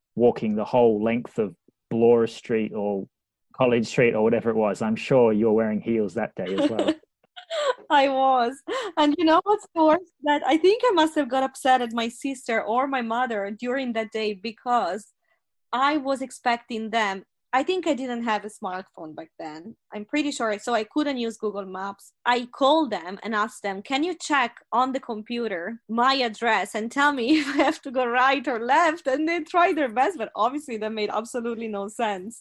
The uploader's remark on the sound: Zooms from Liverpool across the Irish Sea. In her natural habitat - Dublin.